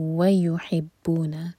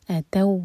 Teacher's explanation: واو اور واو کا ادغام ہے واو کو سٹرانگ پڑھیں گے